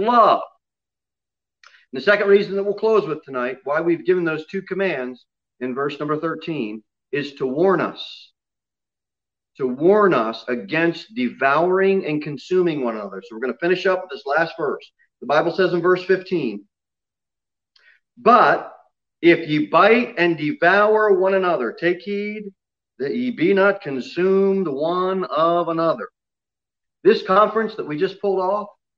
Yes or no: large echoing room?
yes